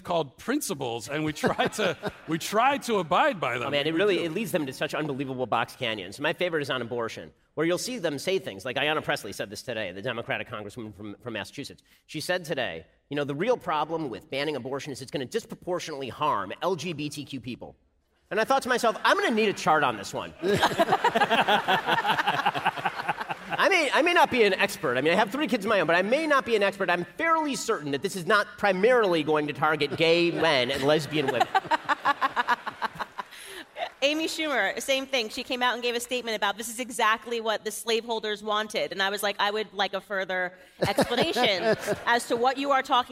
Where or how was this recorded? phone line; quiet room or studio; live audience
live audience